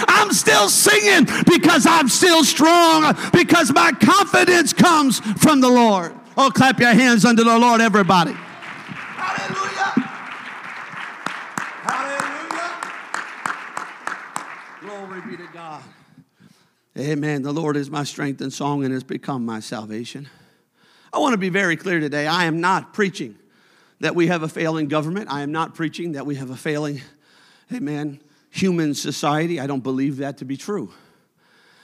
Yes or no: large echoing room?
yes